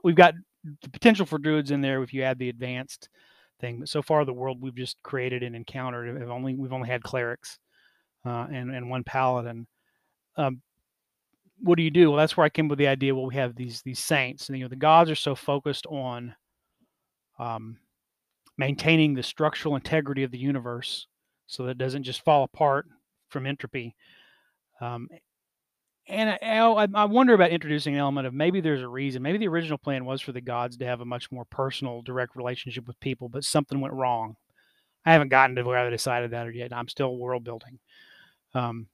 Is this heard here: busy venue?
no